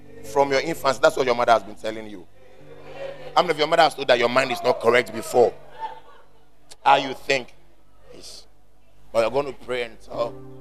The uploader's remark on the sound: Preached At The 100s and 200s Camp